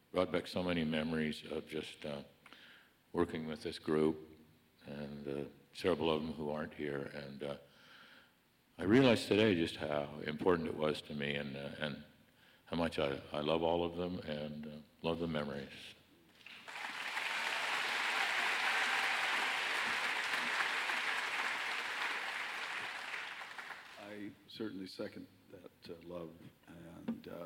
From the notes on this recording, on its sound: This conversation was recorded live at ATX TV Festival Season 12. In Austin, TX.